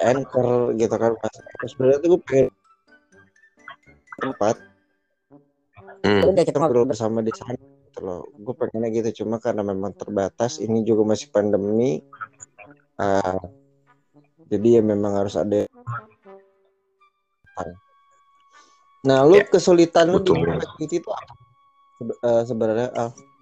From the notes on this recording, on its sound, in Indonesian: Mohon maaf apabila, kualitas audio kami sangatlah buruk.